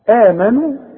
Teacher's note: لازم تمد بمقدار حركتين اسمه مد طبيعي